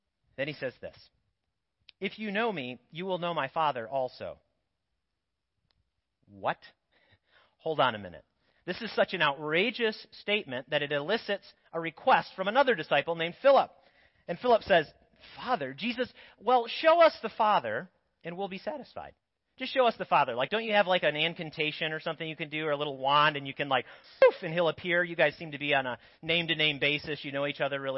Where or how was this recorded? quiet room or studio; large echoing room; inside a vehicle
large echoing room